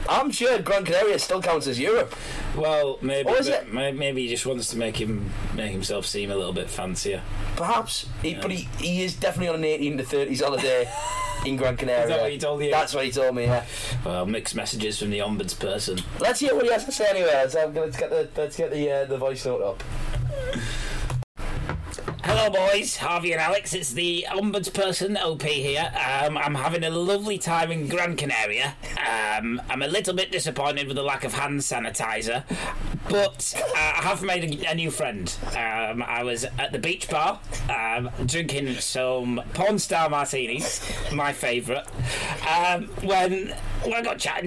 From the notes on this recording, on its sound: Some Particularly Bad Audio.